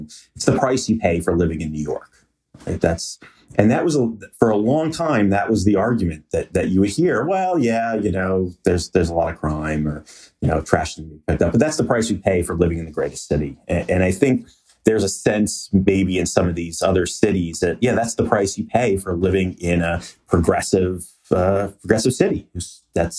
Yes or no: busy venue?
no